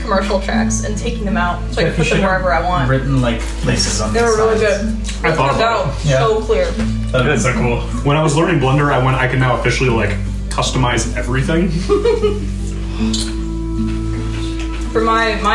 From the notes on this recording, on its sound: The audio quality of this episode was a bit compromised